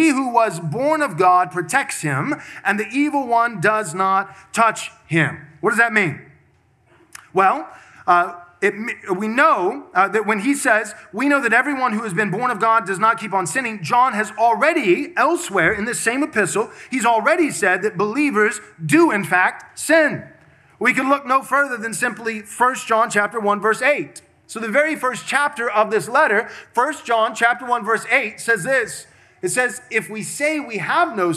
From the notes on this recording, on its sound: This sermon was preached at Covenant Bible Church on Sunday, November 19th, 2023. Covenant Bible Church in Georgetown, Texas.